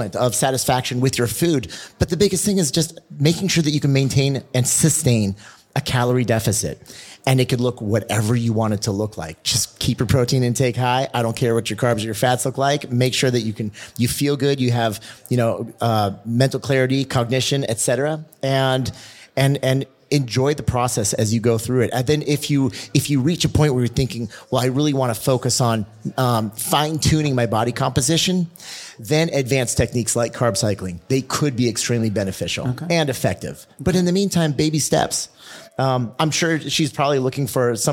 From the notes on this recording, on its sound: Today's show features a LIVE recording of the I Needed That Podcast at the lululemon store in Scottsdale's Fashion Square Mall. We set up our recording studio at lululemon and it was so much fun!